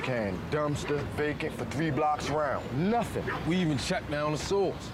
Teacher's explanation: there's just a lot of like glottal stops and slurring at the same time